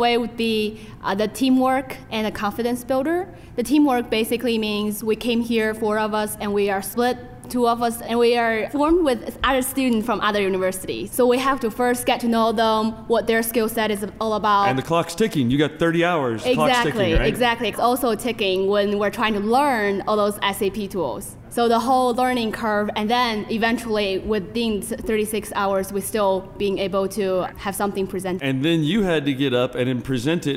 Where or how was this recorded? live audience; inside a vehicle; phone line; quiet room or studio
live audience